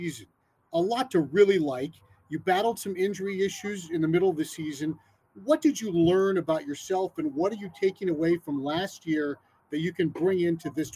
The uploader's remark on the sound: the sounds of Spring Training in Fort Myers